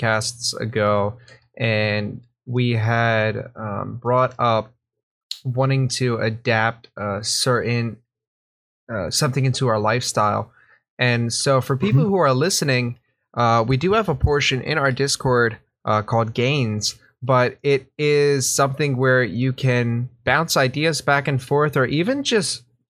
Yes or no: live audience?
no